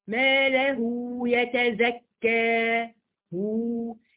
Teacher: معناها ان احنا هنمد الهاء المضمومة بمقدار حركتين